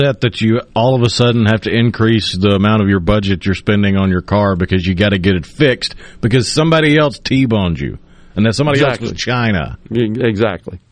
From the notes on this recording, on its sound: joins the conversation by phone